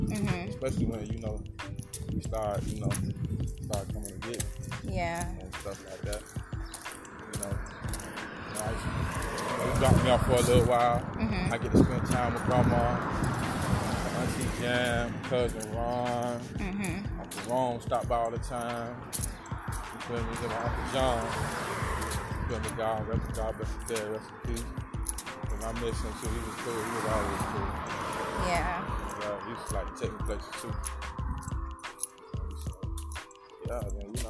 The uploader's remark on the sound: I wanted this podcast to be in the area where our Father lived. We took a walk around the neighborhood where our father grew up. You will hear us walking, the wind blowing, cars in the background and the sound of an ice cream truck.